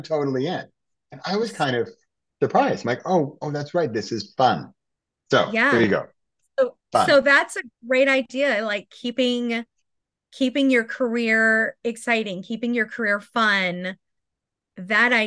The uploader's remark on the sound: recorded from our Zoom call